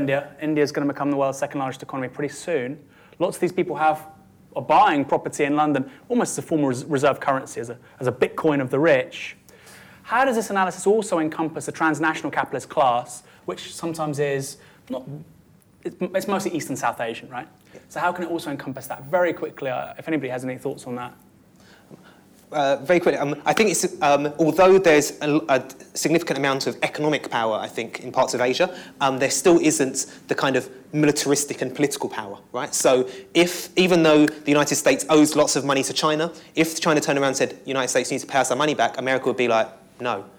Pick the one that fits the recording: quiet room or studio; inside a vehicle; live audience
live audience